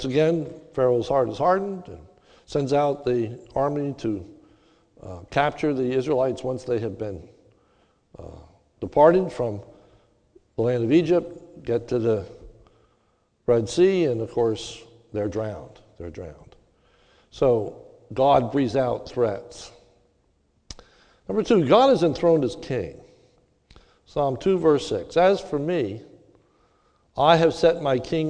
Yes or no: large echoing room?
yes